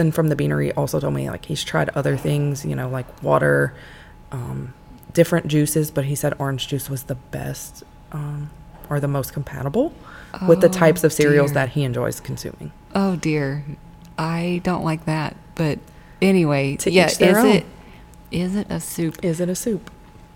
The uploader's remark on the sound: We put a microphone on an empty chair with us in the lobby and spoke to several people passing by and even met someone new.